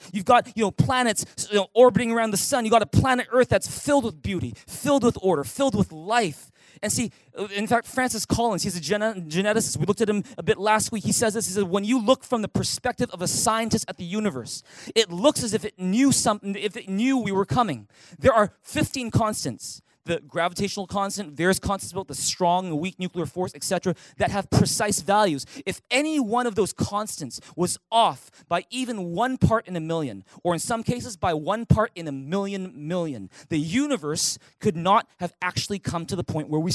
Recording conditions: large echoing room